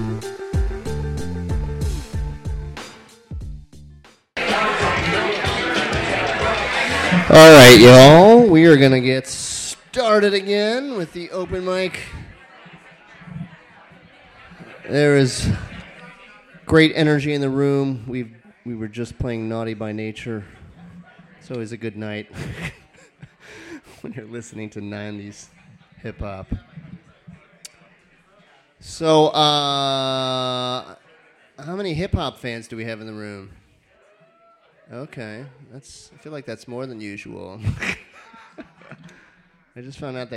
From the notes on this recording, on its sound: Brooklyn Poets Yawp open mic